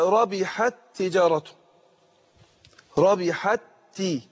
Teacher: يعني حكم المثلين الصغير الإدغام، وجوب الادغام عند جميع القراء، فانا ادغمت التاء في التاء ربحت بقت تاء واحده مشدده